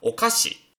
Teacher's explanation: 第一个假名读三声，然后横线读一声，小竖线这后边的读轻声 · Term: 中高型